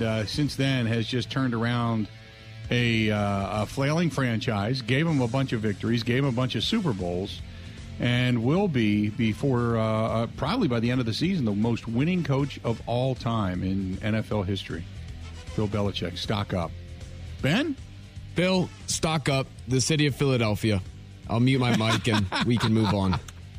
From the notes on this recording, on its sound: taking some passionate phone calls